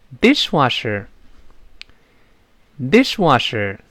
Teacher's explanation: 注意重音在第一个音节啊，读成 dish，最重